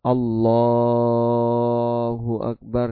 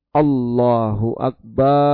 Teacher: jadi Allahnya yang panjang, insyaallah tidak mengubah makna · Shown in: first take